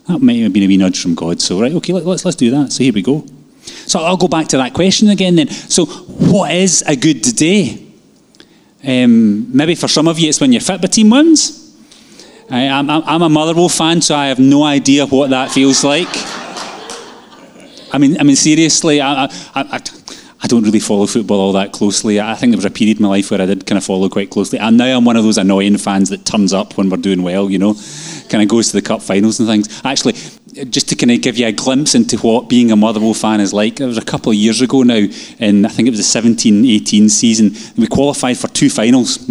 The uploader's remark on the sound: Live from our Sunday gathering.